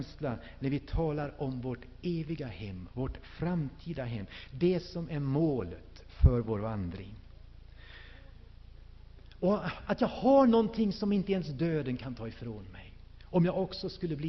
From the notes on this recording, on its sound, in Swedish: Inspelad i H&#246;n&#246; Missionsf&#246;rsamling 1998-10-31.